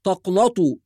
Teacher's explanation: البعض يفخم النون ويهمل القلقلة